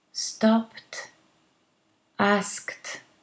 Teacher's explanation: we pronounce a T for the ED because the previous sound, the last sound in the infinitive, is a voiceless consonant.